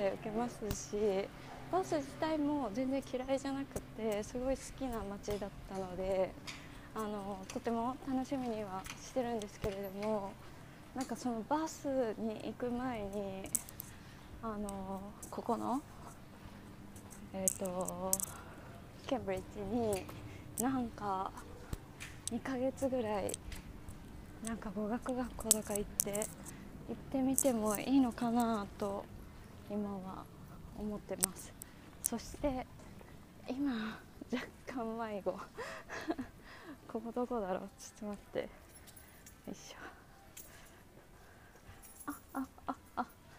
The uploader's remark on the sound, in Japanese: 今回はケンブリッジにやってきました。歩きながら撮ってるのでお聞き苦しい点があったらごめんなさい。